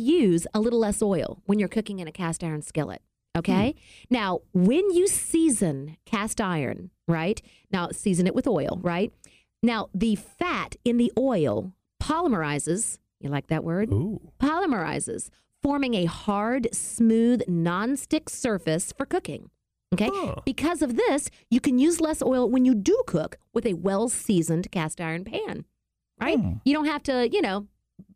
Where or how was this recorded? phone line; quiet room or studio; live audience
quiet room or studio